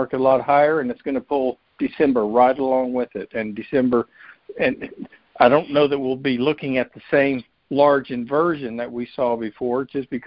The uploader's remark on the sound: Monthly Conference Call.